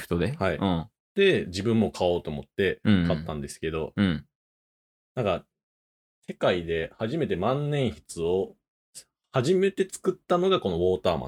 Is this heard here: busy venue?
no